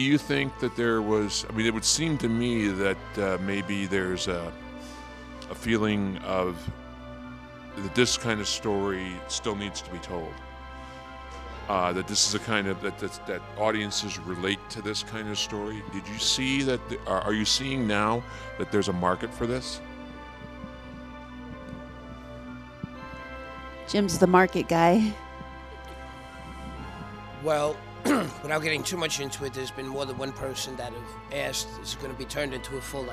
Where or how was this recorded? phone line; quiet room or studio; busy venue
busy venue